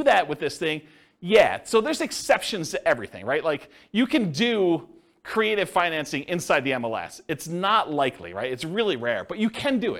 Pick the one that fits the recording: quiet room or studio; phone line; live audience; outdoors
live audience